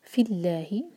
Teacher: لام جلالہ کو لائٹ پڑھیں گے کیونکہ اللہ تعالیٰ کے نام سے پہلے کسرہ ہے